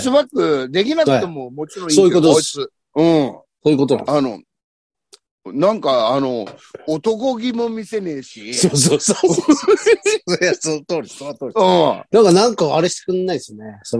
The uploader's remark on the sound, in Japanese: ZOOMで収録